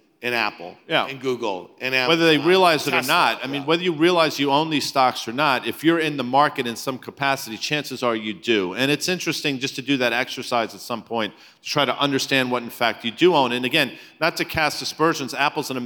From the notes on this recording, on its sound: speak at the Zeta Live conference